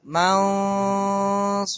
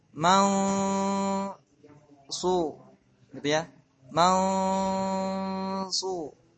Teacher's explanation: Tapi kalau so sifatnya isti'la, lidah sudah di posisi so. Jadi lebih tebal.